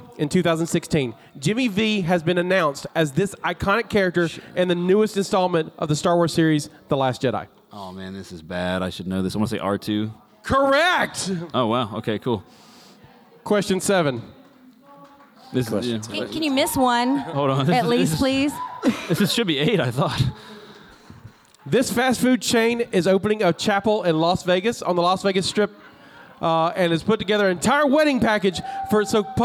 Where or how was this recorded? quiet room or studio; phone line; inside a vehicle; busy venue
busy venue